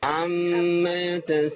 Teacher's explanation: شيل بس الغنة، ابعد الأنف عن القراءة